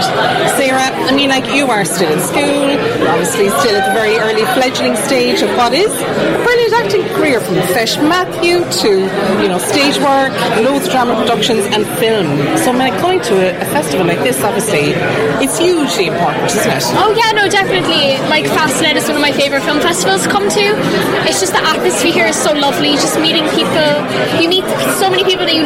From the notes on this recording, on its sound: VoxPop at Fastnet Film Festival.